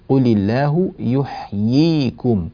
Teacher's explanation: عندنا ياء مكسورة وبعدها ياء ساكنة مدية، فنبينهما ونمكنهما ونوضحهما · Term: الياءان